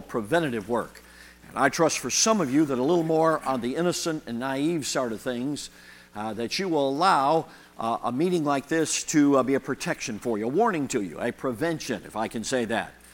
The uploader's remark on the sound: Delivered at the 2023 Thee Generation Youth Summit at Falls Baptist Church in Menomonee Falls, WI.